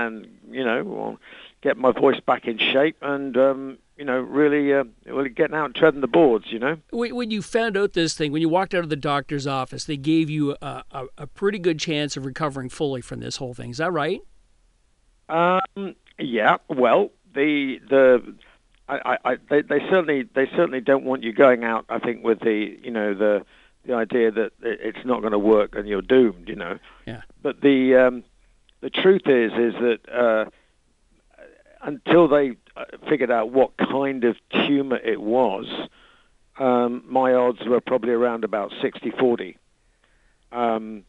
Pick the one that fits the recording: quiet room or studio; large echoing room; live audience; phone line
phone line